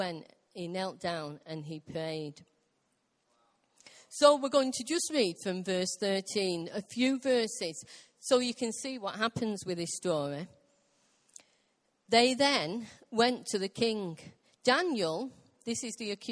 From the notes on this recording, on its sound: Recorded live at Life Church.